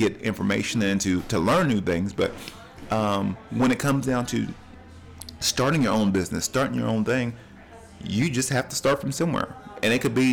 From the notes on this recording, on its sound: During my coffee tours, I recorded this episode at Ocoee Coffee Company, in Cleveland, TN.